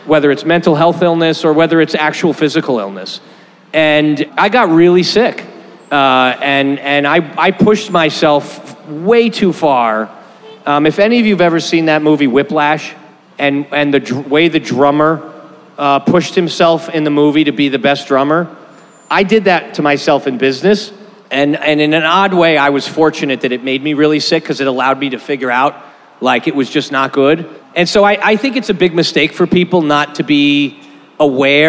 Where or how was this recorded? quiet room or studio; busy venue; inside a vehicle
busy venue